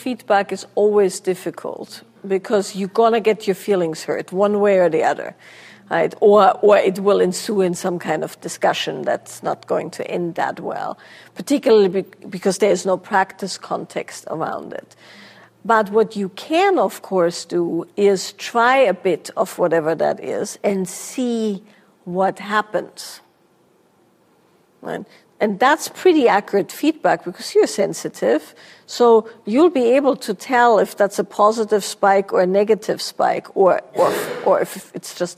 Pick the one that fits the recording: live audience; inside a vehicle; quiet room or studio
live audience